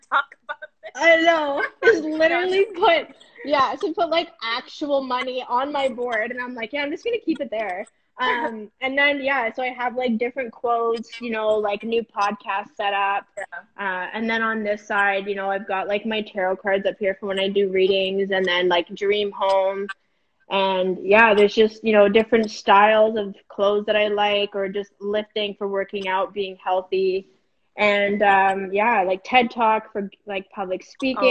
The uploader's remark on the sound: Today's episode is the recording from an IG live conversation